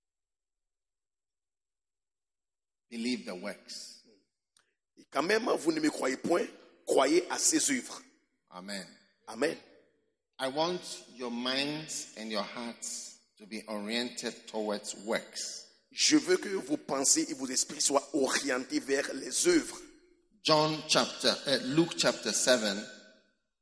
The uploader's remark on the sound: Preached at the Give Thyself Wholly Conference, August 2022, Mampong-Ghana.